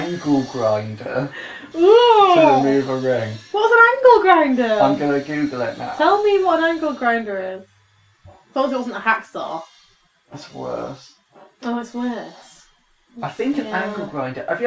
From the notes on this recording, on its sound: audio is kind of sucky